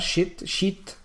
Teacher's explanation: la dicono corta, shit, shit ma la dicono con una I che non è neanche lunga, infatti si chiama tesa · Term: un misto